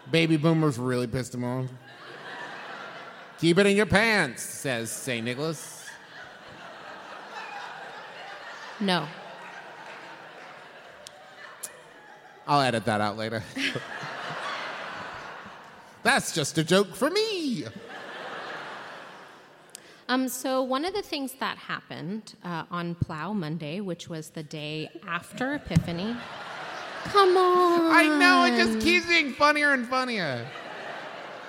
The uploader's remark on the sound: LIVE episode recorded at Candlenights 2017